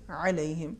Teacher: ہے جیسے علیہم جی. صحیح تلفظ نہیں ہے صحیح ہے علیہم آواز میں حلق میں تنگی ہوگی لیکن آواز کو ہم تفخیم کے ساتھ نہیں ادا کریں گے · Term: حرف عین